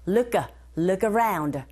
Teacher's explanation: While I look around에서도 look의 크 자음 around의 모음 연음 현상이 일어나죠.